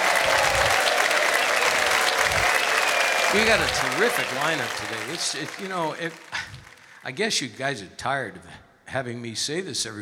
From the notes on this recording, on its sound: Live at the South Point Casino